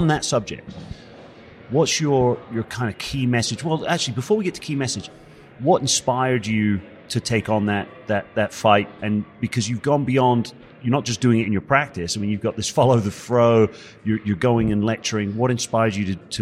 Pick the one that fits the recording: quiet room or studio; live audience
live audience